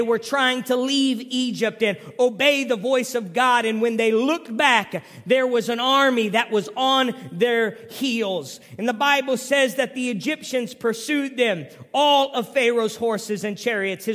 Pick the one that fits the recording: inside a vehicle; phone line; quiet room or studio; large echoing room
large echoing room